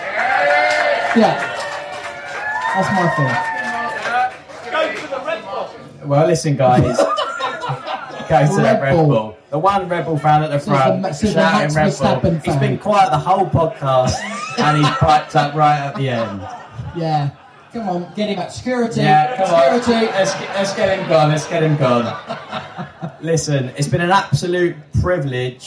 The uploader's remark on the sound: LIVE from Silverstone! Recorded Live at the Hamilton Fields Campsite at the British Grand Prix. This was a live recording in front of an audience.